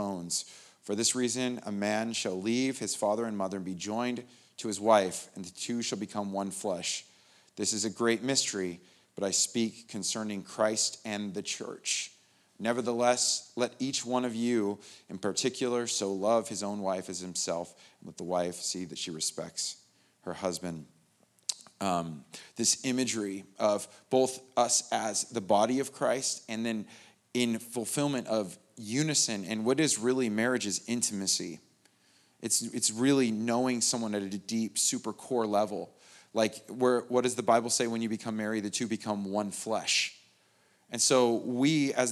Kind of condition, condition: setting, large echoing room